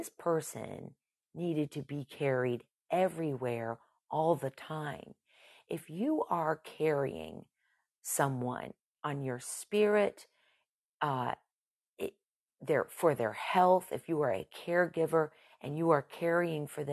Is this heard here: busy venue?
no